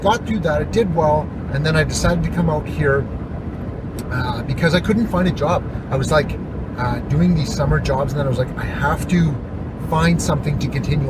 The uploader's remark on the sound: The Driving Episode